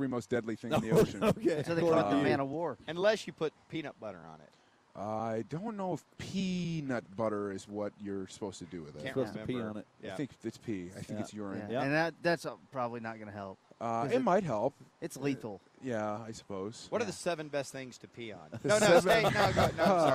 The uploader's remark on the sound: live from his own charity event at Top Golf